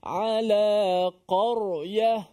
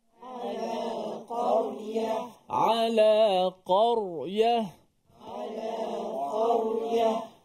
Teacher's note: Ra tu mesti juga ditebalkan.